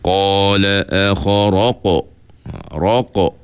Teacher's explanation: Begitu tidak tepat juga, kerana huruf qaf ni ialah huruf tebal. Jadi lantunan itu sepatutnya tebal. Caranya ialah semasa kita sebut huruf qaf itu, pangkal lidah kita terangkat. · Term: qalqalah